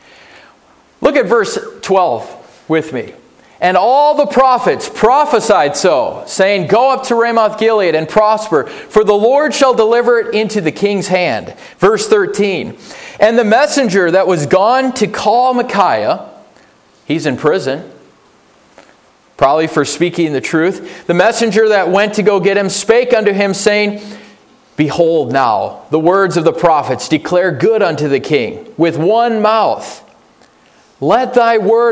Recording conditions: large echoing room